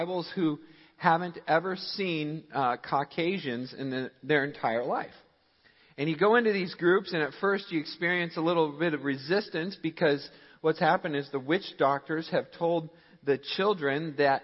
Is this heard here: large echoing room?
yes